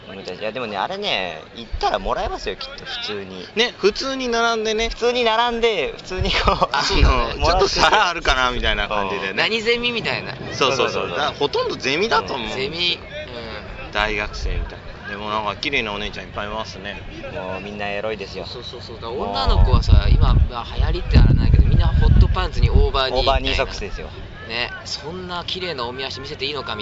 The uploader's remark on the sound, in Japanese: 多摩川からお送りします。急遽多摩川にメンバーが終結。川辺で盛り上がった爽やかトーク。